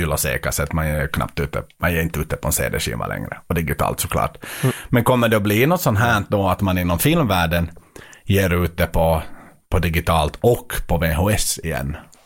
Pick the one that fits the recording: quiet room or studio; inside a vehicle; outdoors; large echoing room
quiet room or studio